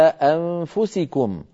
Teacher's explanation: والنون مخفاة عند الفاء في قوله تعالى أنفسكم